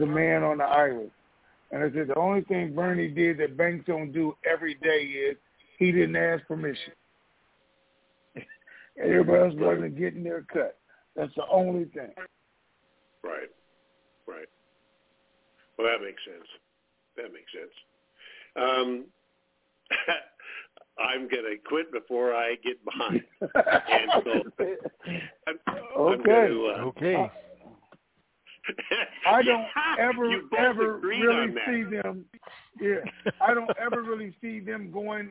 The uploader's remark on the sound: TNTSuperfantastic Conference Call